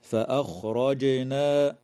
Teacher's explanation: وتقلقل الجيم في كلمة فأخرجنا في موضعيها